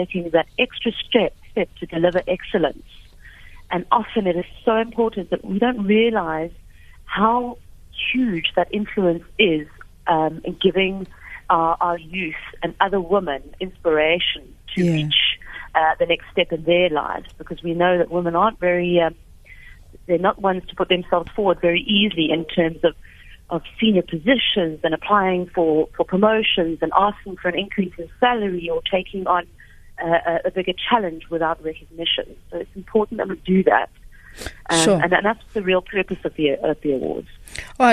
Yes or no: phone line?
yes